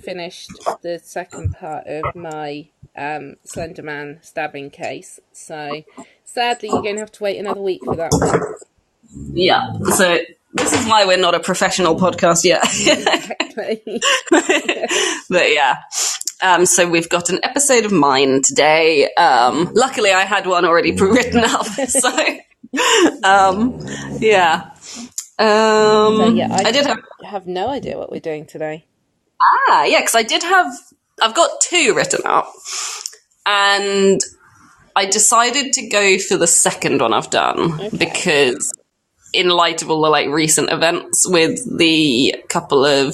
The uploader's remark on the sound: Sorry about the audio quality, we were remote recording due to illness.